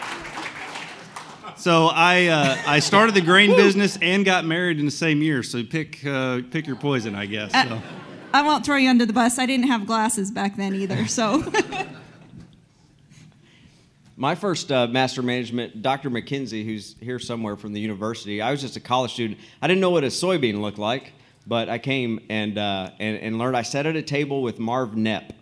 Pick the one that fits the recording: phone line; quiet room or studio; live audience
live audience